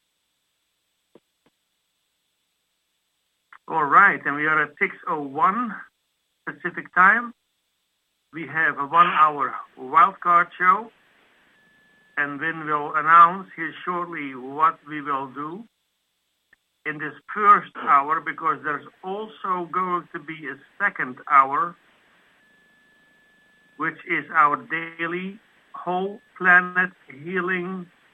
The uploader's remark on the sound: Conference Call LIVE